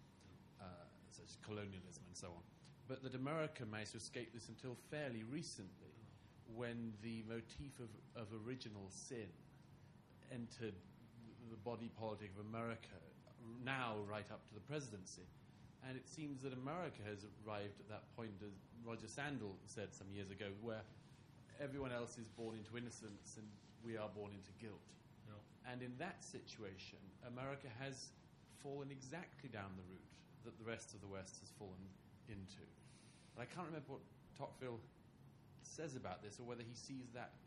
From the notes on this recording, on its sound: TNC/SAU Conference. Responds to the questions and comments of conference participants and audience members.